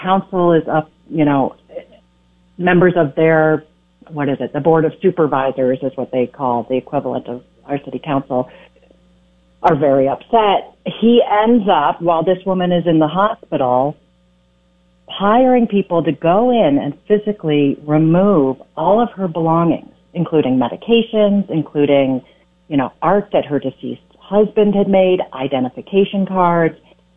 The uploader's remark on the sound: calls